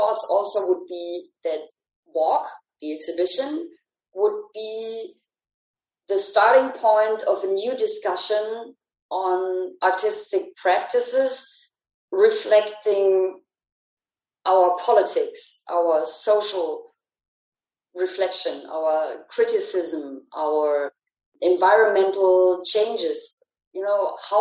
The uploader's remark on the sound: Recorded over a Zoom call